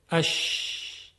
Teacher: در تلفظ شین هوا و صوت روی سطح زبان منتشر میشه